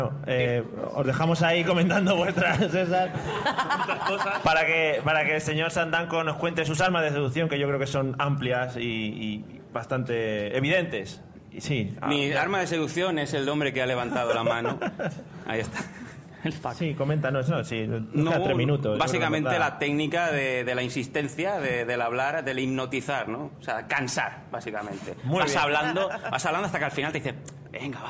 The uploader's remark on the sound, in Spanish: El episodio especial que grabamos en directo en las VII Jornadas de Podcasting. Tenemos que agradecer a Radio Podcastellano por el soporte ofrecido durante la grabación que salió magnífica.